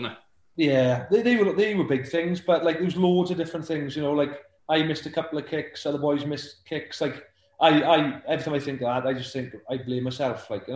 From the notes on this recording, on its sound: Via Zoom